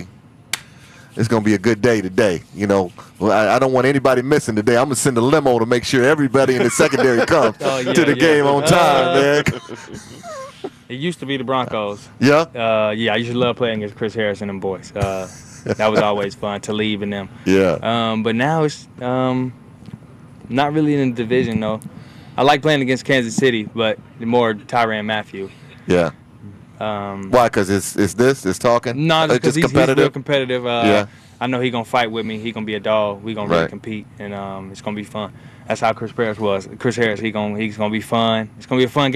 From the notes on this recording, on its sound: broadcast live from Chargers Training Camp at Jack Hammet Sports Complex in Costa Mesa